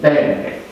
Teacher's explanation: Oclusivă, bilabială sau labială, pur și simplu, surdă.